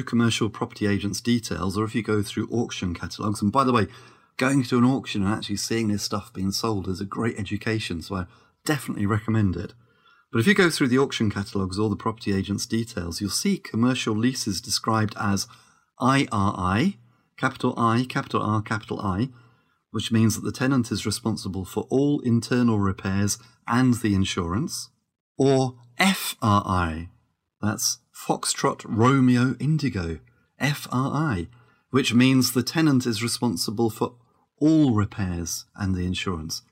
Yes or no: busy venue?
no